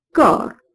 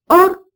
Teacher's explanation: le O de ces mots est resté ouvert en français moderne · Term: O ouvert